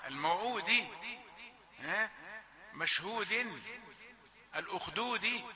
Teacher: الاهتمام عند الوقف بالدال الساكنة وحكمها أن تقلقل · Term: الدال المقلقلة